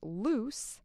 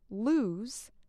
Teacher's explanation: Notice that loose ends with a strong S sound, while lose, the verb, ends with a Z sound.